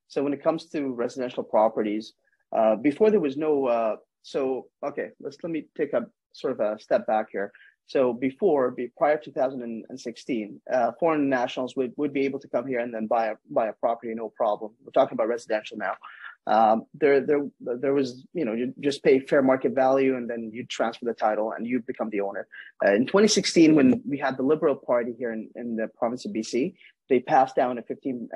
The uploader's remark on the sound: This is a recording of a casual Zoom Interview